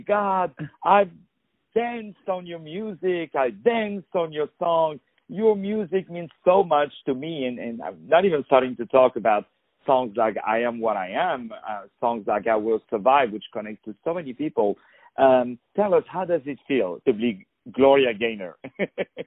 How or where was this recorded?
phone line